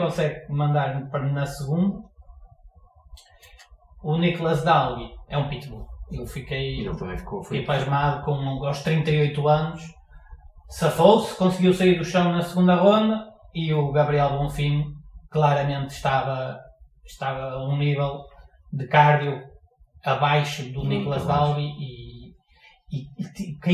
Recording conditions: poor sound quality